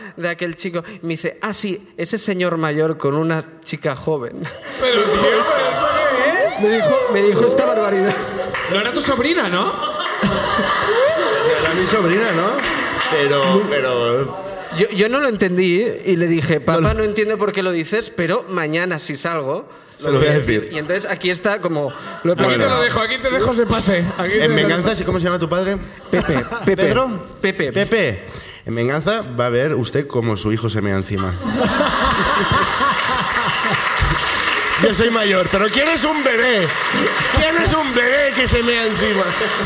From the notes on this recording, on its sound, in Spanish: El público de Barcelona comparte sus ruinas